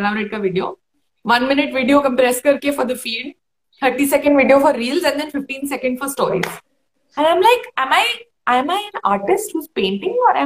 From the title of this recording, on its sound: on Instagram Live